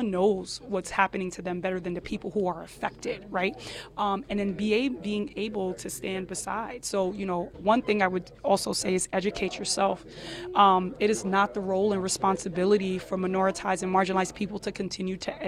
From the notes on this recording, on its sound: Live at the Golden Cup Cafe on Jefferson Ave. Broadcasts live just a block and a half from the shooting scene on Jefferson Avenue at the Golden Cup Café and Roastery.